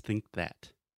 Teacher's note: you have think and you have to make the k sound and then that immediately after